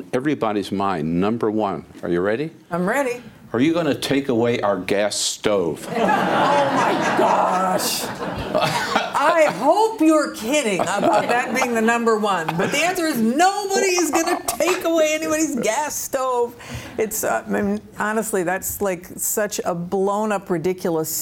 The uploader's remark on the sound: Before a live audience at the Hill Center on Capitol Hill.